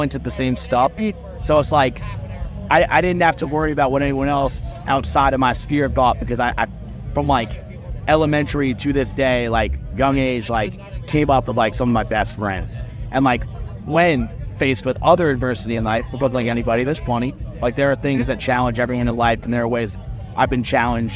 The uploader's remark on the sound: From our 'Live from 2000 Trees 2023' series. Their set at the festival.